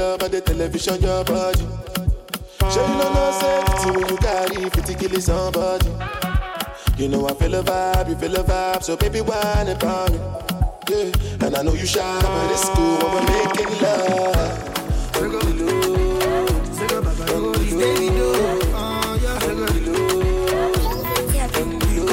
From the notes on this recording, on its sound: Live audio from Strictly Reggae in Boston.